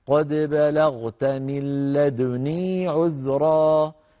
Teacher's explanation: الإشمام يكون في لدني لشعبة يكون بعد سكون الدال وقبل كسر النون، هكذا قد بلغت من لدني عذرا، إذا لح قطعها، قد بلغت من لد، وبعد أن نقول لد على طول نضم الشفتين، لد لد لد لد، ونضم ثم نقول ني، فصار الإشمام بعد سكون الدال وقبل كسر النون.